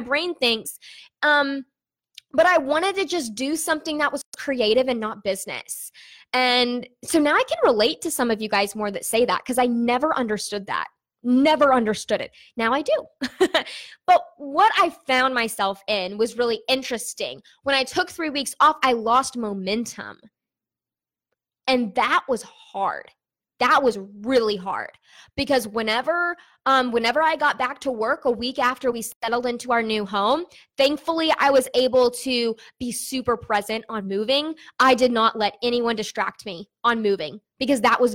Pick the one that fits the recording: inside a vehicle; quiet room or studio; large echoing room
quiet room or studio